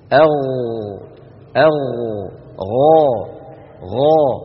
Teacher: أدنى الحلق يعني منطقة جذر اللسان مع الحنك اللحمي · Term: حرف الغين